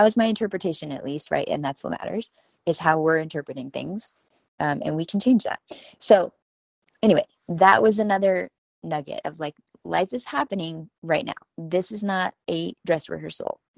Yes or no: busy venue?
no